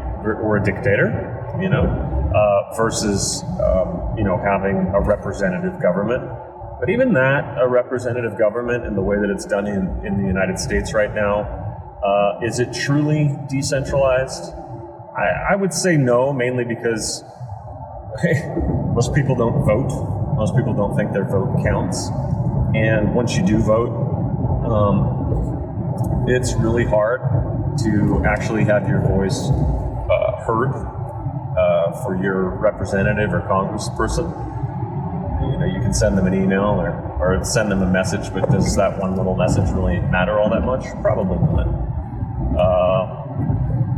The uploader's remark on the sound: Sorry for the audio quality issues, but this one has a enough good info to warrant putting out a podcast that is technically subpar.